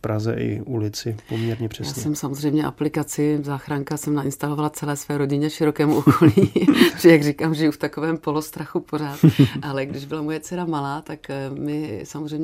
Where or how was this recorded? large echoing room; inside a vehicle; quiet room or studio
quiet room or studio